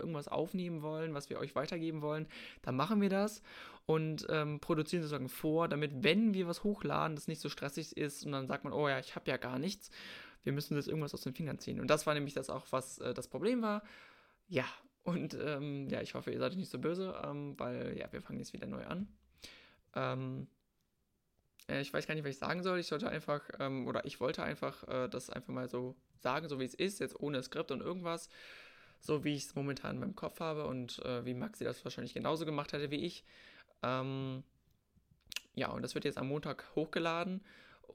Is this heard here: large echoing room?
no